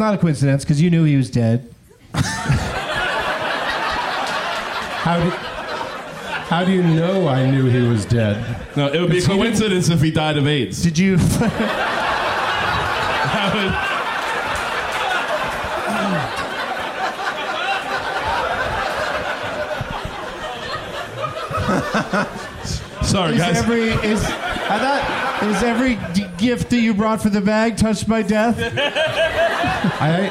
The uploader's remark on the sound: Live from Cap City in Austin